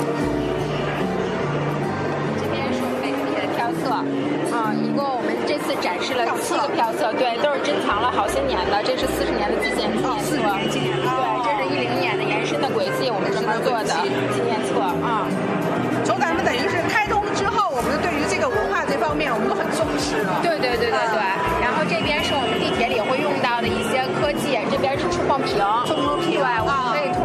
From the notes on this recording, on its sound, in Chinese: 2017北京轨道展的亮点之一“城轨交通资源经营文化创意展区”的现场采访